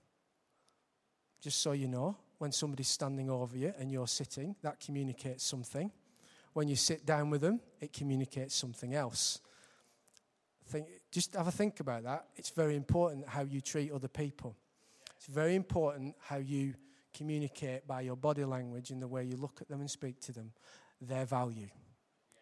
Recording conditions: large echoing room